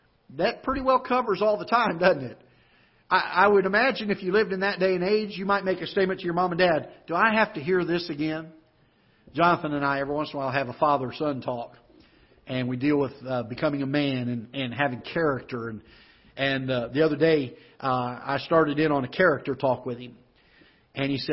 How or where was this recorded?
large echoing room